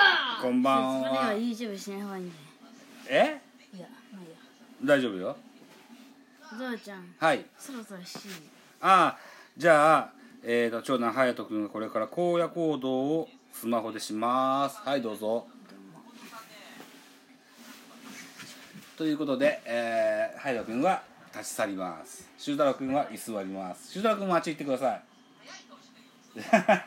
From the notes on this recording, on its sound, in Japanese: 東京ドーム。IPad収録版。